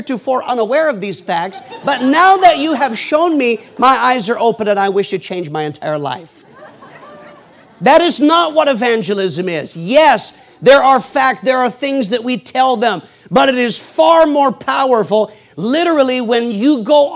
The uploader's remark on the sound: PREACHED IN MCMINNVILLE FRIDAY PM 2011